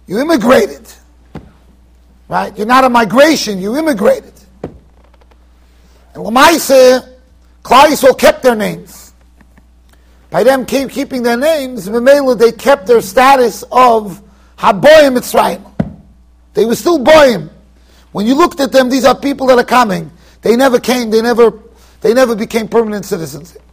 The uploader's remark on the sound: Shiur recorded in Yeshivas Ohr Reuven, Monsey NY.